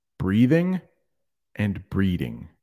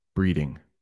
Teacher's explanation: Breathing, there's a little TH in there. Breathing, breeding. Very soft D, breeding.